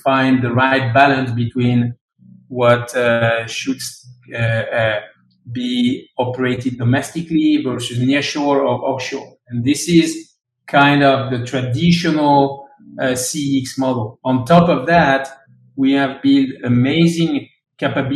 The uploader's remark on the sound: LinkedIn Live discussion